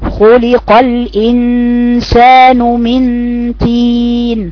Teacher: بعض الناس تقول إيه إبدال مثلا الطاء بتاء